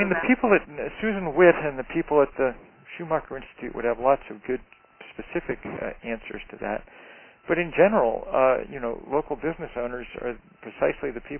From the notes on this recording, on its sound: Conference call series. Call recorded on July 28, 2011.